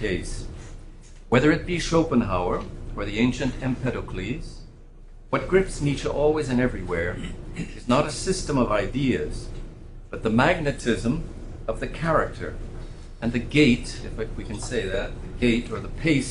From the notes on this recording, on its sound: Hosted by the Villanova University Department of Philosophy, a lecture